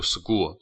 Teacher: S 后面的清辅音要读成相应的浊辅音